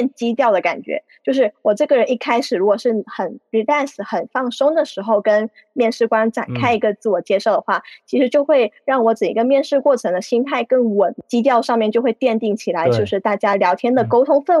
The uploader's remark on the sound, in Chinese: 由于深圳疫情关系，本期录制是在线上进行，可能存在录制效果偏差哈。